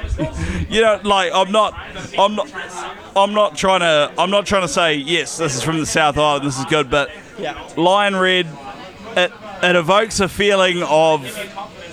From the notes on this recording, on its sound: Live From 605! Returning to 605 Morningside for our first show of the tour this episode features live recordings, roaming reporting.